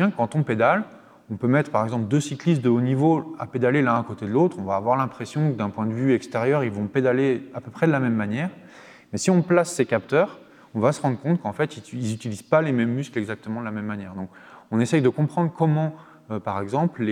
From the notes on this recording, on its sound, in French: Une émission enregistrée en public dans le cadre des Conférences éton'Nantes du Muséum d'histoire naturelle de Nantes Métropole et de la Fête de la science 2023.